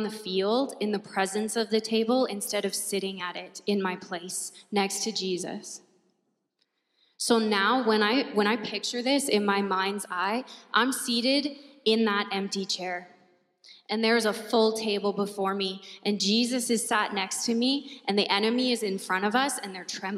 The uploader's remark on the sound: At our Edmonton Gathering in December 2022 at Gateway Alliance Church